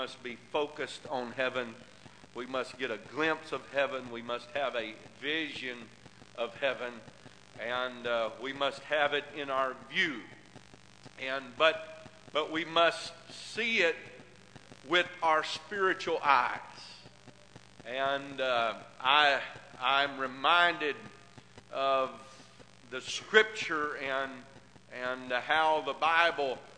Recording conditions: large echoing room